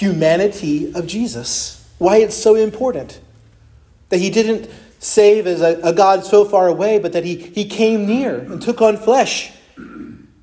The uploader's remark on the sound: Preached at Christ Our Savior Baptist Church on Sunday, November 19, 2023.